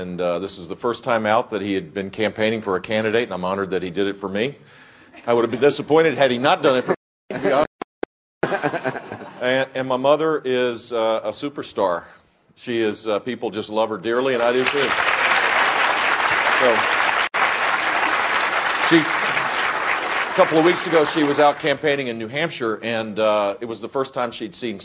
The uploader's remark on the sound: Republican Town Hall, South Carolina